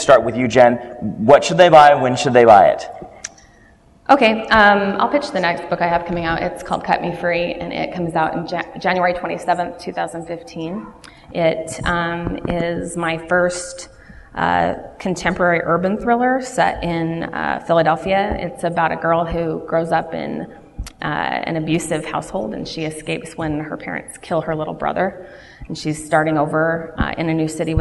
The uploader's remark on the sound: Live from Westercon 67 and Fantasy Con